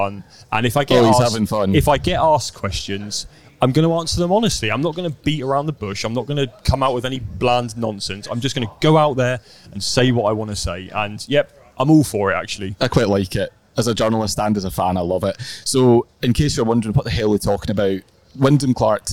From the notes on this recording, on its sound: LIVE from Rome. Live from Marco Simone Golf & Country Club.